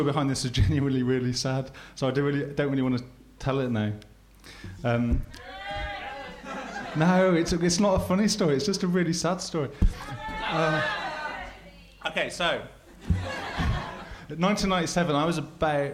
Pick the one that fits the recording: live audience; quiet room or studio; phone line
live audience